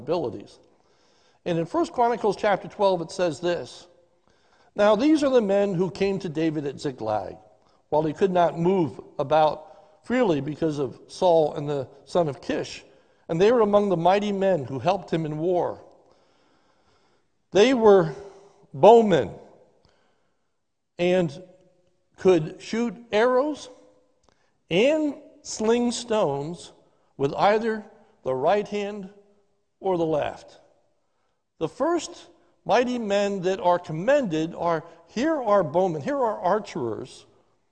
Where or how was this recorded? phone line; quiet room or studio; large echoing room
large echoing room